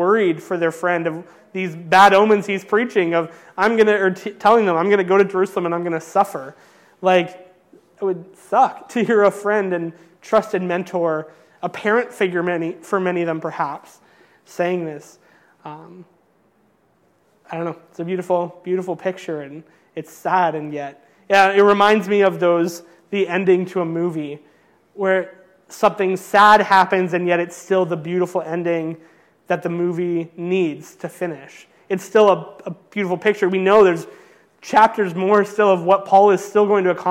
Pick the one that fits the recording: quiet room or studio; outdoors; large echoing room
large echoing room